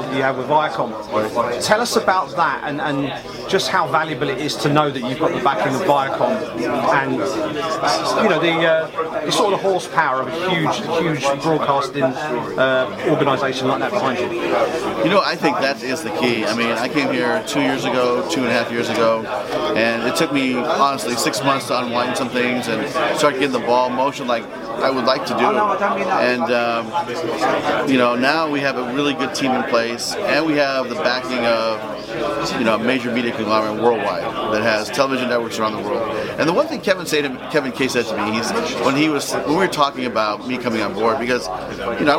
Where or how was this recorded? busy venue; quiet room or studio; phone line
busy venue